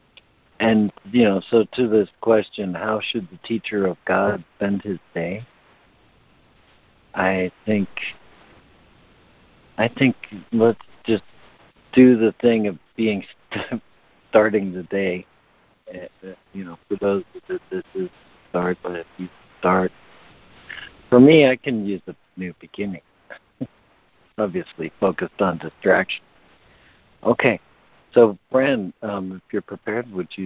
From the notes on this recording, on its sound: Daily Conference Call